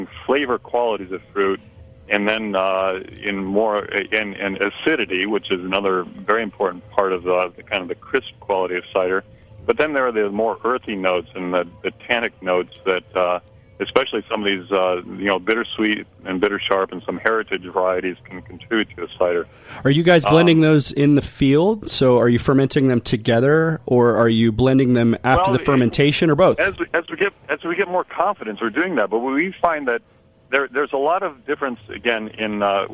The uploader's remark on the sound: on the phone